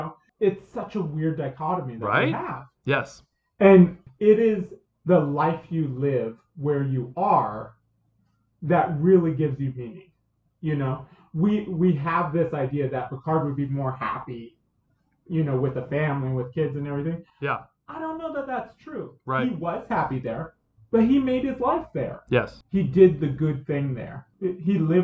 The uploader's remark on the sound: NOTE: We're still working out our audio issues, so this episode might not have our normal high quality audio.